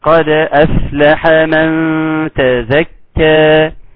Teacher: تاخد بالك من الترقيق الدال وقلقلتها · Term: قلقله الدال